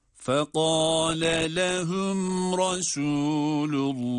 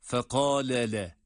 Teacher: Şimdi burada ayrı kelimeler olduğunu ifade için, vurgulamak için fekale lehum, yani ikinci lama başlarken bir ses vurgusuyla farklı kelime olduğunu ifade etmemiz gerekiyor · Shown in: first take